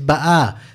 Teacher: the emphasis is on the second syllable, right?